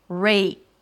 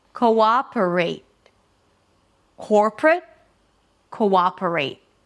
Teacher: There is the A vowel, rate, and the T again is a held T, so you barely hear it. You don't hear rate.